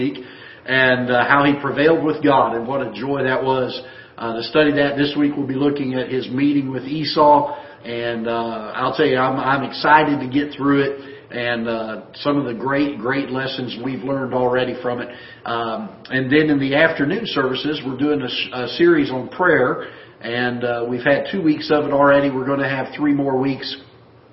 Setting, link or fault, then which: setting, large echoing room